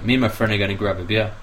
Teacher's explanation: a lot of times in English we don't say the whole word and, we reduce it to in.